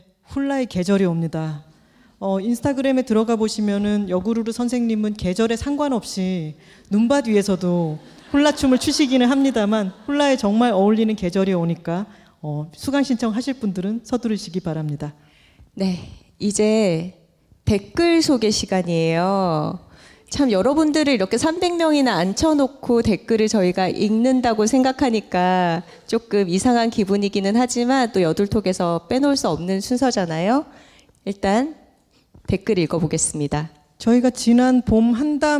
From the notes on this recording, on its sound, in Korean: 스포티파이와 함께한 여둘톡 1주년 공개방송.